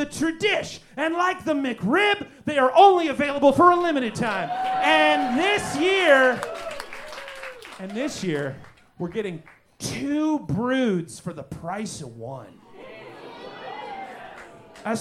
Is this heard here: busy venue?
yes